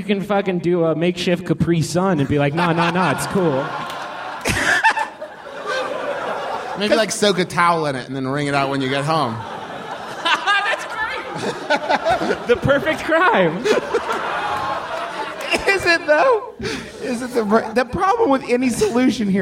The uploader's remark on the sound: Live, from MaxFunCon.